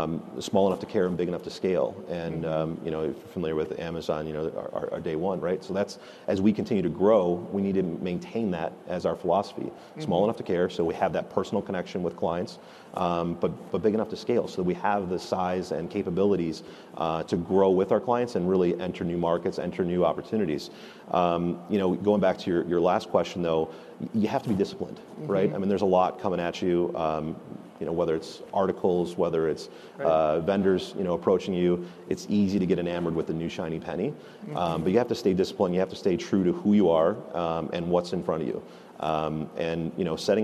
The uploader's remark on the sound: At FreightWaves LIVE: Chicago